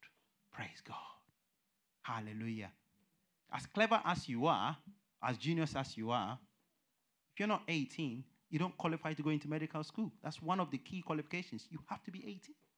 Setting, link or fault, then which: setting, large echoing room